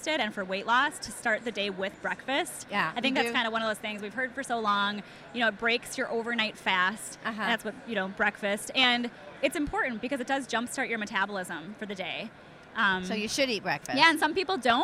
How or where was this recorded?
live audience